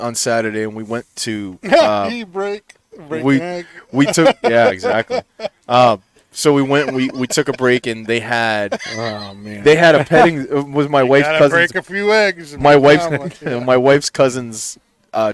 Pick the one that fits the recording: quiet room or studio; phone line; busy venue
busy venue